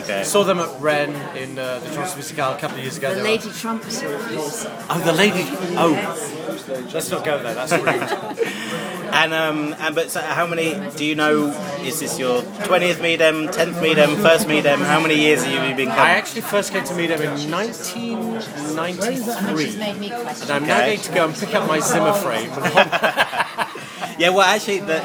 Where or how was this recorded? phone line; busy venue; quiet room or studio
busy venue